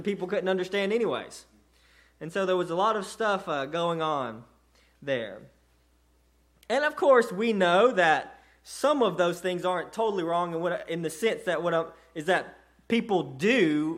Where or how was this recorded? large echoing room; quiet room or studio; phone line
large echoing room